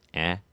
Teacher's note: just the A, probably has some nasality on it